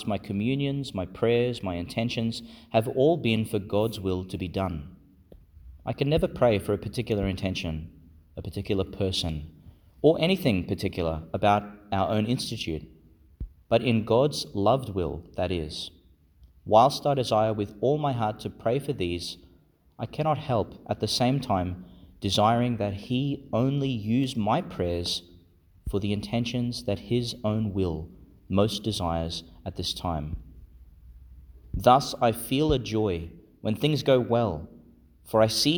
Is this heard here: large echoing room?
yes